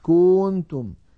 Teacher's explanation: كنتم، الخطأ أن يمط ضمة الكاف فيقول مثلا كنتم.